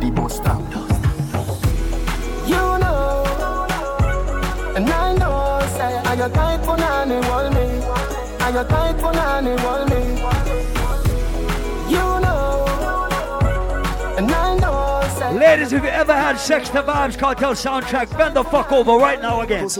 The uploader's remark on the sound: LIVE PARTY AUDIO. LIVE AT ISLAND SATURDAYS.